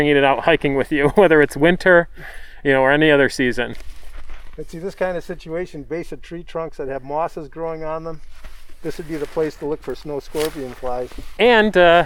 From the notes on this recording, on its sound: This episode was recorded in February 2021 at the Deer Lick Conservation Area , a Nature Conservancy property, located in Gowanda, NY. This episode was recorded in February 2021 at the Deer Lick Conservation Area , a Nature Conservancy property, located in Gowanda, NY.